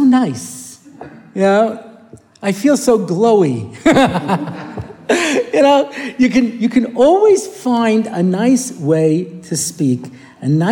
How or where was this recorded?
live audience